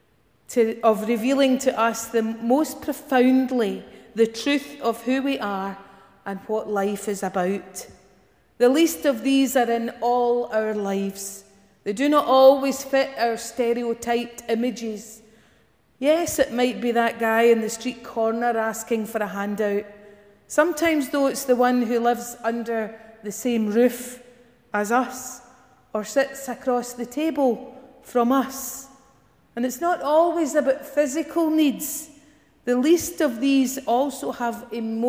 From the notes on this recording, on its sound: Morning worship recorded at GSPC